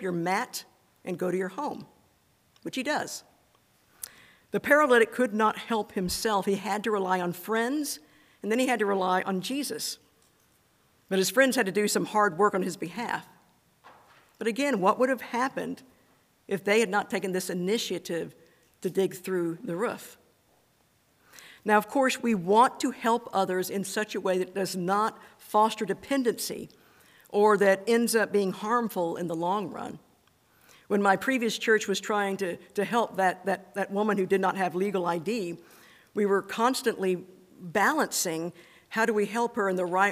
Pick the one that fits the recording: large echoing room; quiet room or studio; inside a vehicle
large echoing room